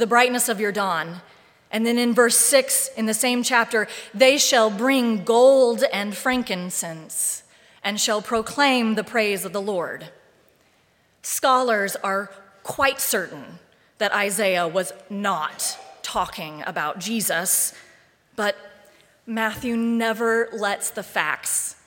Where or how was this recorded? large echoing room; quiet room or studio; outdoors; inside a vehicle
large echoing room